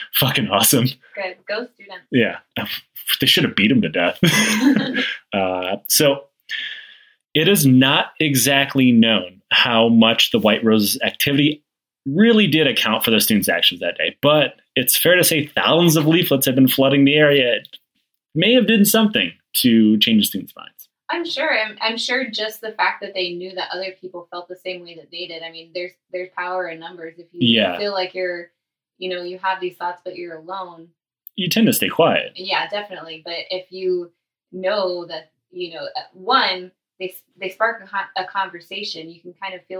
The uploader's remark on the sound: A little warning: We had some recording issues during this episode. Our producer did what he could to save it.